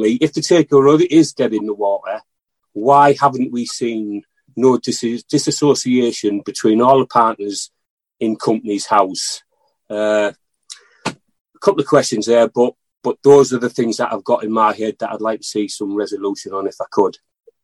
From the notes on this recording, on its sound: NUST Live Zoom Event. The Newcastle United Supporters Trust hosted an online zoom call with 500 members.